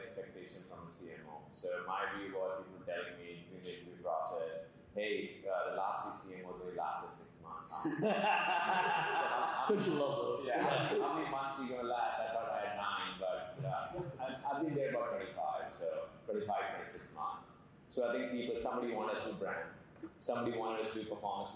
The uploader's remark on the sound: Audience Q&A